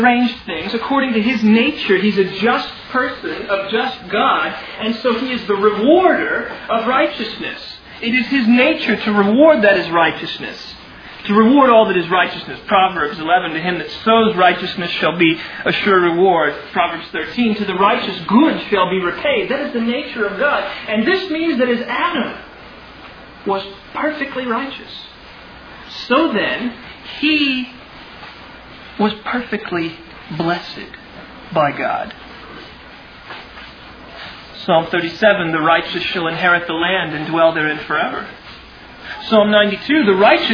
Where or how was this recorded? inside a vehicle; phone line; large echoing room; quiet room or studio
large echoing room